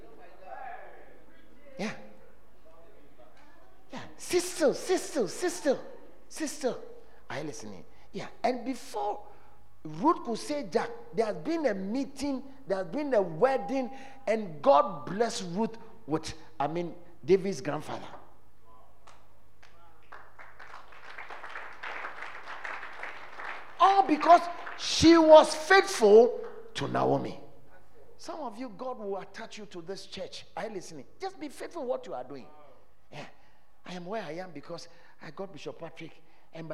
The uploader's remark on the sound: at The Fountain of Life Cathedral, The Presence Service